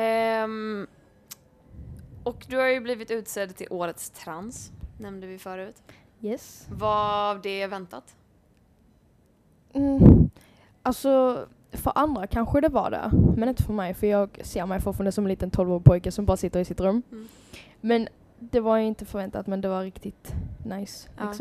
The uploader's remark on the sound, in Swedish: Månadens avsnitt av Tampodden är, liksom förra, live från West Pride i Göteborg.